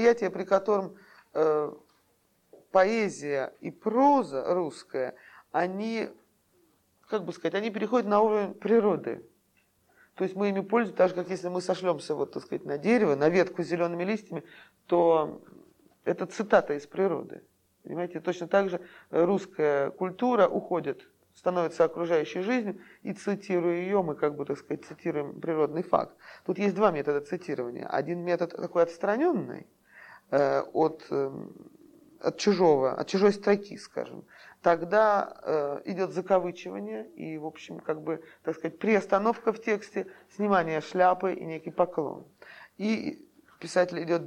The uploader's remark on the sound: Delivered at the University of Kansas. As part of the Russian Writers in Residence program.